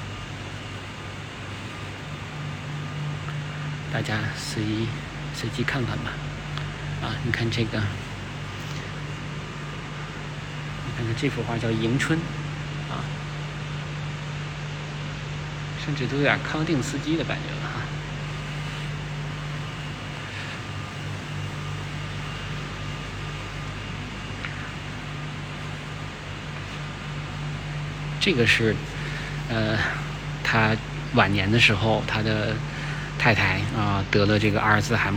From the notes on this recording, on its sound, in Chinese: 这是一个视频，也没有任何的准备，就是在看展现场一边看一边谈感受。清华艺博。